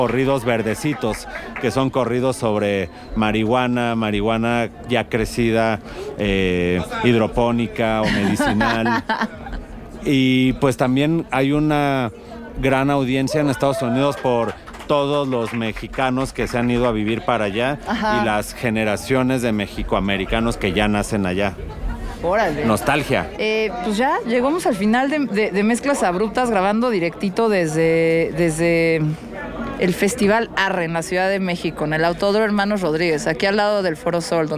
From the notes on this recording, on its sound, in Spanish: Me invitaron a grabar Mezclas Abruptas desde el Festival Arre. Es un festival de Regional Mexicano.